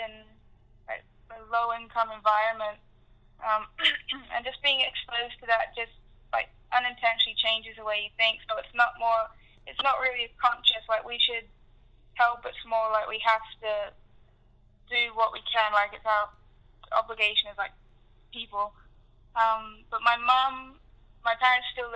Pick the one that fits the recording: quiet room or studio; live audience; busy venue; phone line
phone line